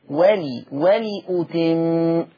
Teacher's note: خلي بالك من اتمام حركة الكسر بتاعة اللام ولي أتم